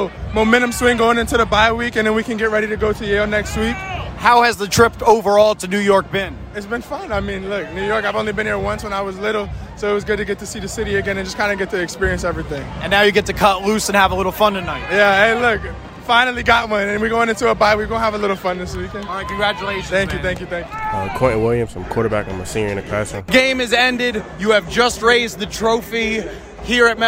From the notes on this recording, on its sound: LIVE at the HBCU New York Football Classic!